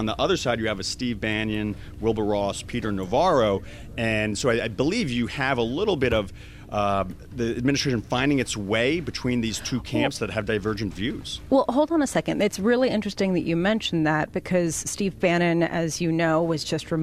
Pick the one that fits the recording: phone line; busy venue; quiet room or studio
busy venue